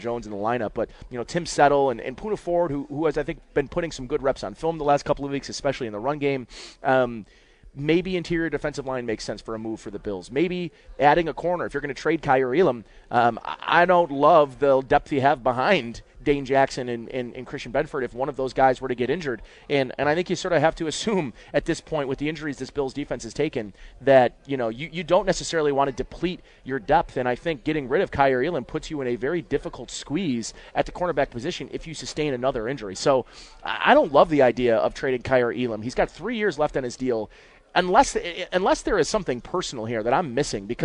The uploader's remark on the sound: Live from Batavia Downs